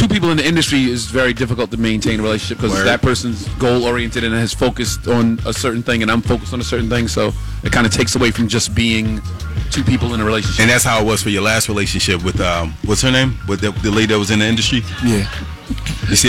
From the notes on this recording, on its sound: Stops by to chat with us during our live broad cast at McDonald's!